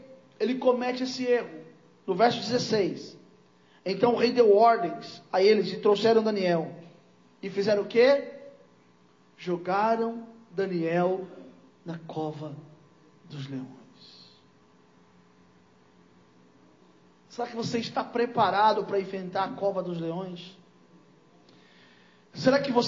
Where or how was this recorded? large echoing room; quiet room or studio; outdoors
large echoing room